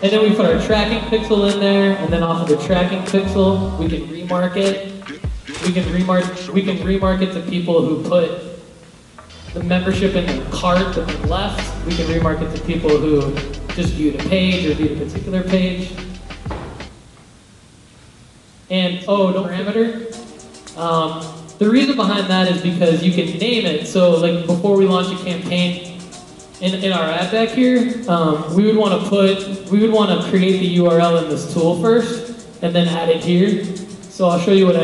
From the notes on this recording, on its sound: keynote at The City Winery in Nashville